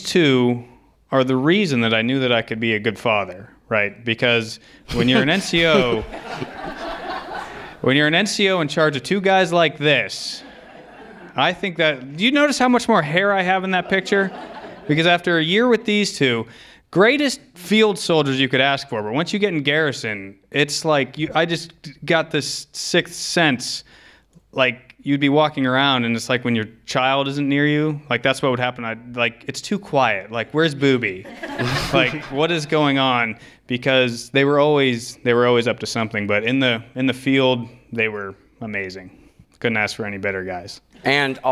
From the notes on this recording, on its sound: we present a live recording of our Post-9/11 Veterans Storytelling event in Beaver County, Pennsylvania